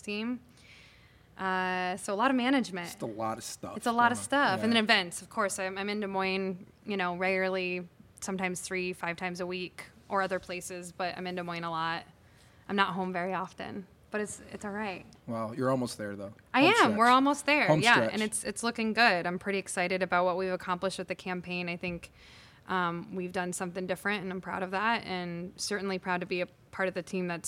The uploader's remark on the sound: Recorded on the stage of the Englert Theatre